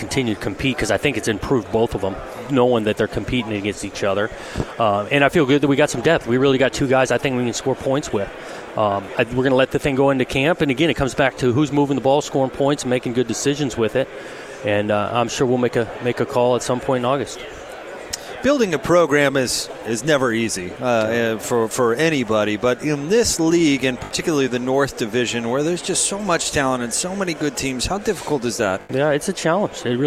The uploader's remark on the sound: live from Pac-12 Media Day